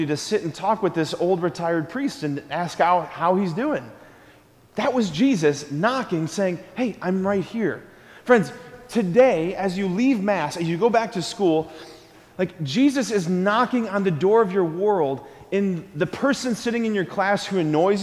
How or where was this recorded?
large echoing room